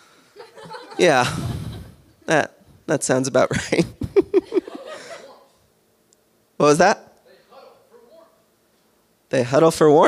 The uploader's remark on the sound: LIVE FROM HOLLYWOOD! Coming to you from Third Wheel Hollywood, in our first in-person episode with an audience.